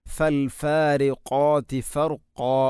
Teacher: ഫൽഫാരിഖാതി ഫർഖ, ഫൽഫാരിഖാതി ഫർഖ, ഫർഖ ഖാഫിന് പകരം കാഫാകുന്നത്, ഫർഖ, ഇങ്ങനെ ഫർഖ, ഇത് ശ്രദ്ധിക്കേണ്ടതാണ്. അപ്പോൾ ഖാഫ് ഉച്ചരിക്കുമ്പോൾ തൊണ്ടയുടെ ഏറ്റവും മുകൾ ഭാഗം കഴിഞ്ഞ് ചെറുനാക്കിൻ്റെ അടുത്താണ്, അതിൻ്റെ മഖ്റജ് ഫൽഫാരിഖാതി ഫർഖ എന്ന് തന്നെ പറയുക.